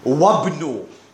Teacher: We're joining the waw with the ba. We're not pronouncing that alif which has that sod on it. · Term: hamzatul wasl